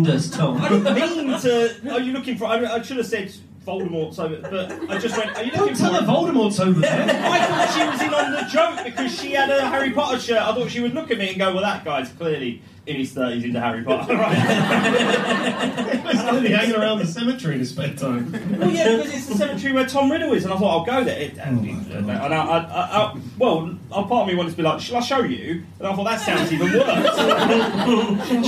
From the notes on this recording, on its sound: The REST of the live show from a few weeks ago.